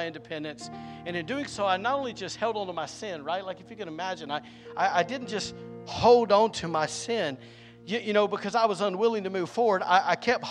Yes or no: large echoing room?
yes